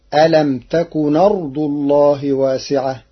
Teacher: قرأ ورش ألم تكن أرض الله بنقل حركة الهمز إلى الساكن قبلها فتصير ألم تكن أرض الله واسعة للتخفيف.